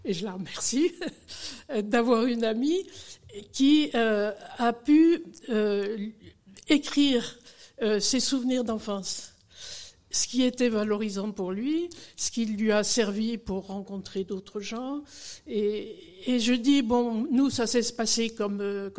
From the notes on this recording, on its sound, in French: Rencontre en public. À l'OPSIS de Roche-la-Molière.